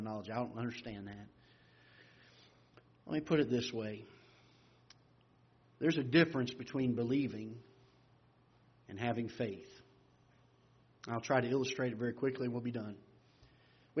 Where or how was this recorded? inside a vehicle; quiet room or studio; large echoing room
large echoing room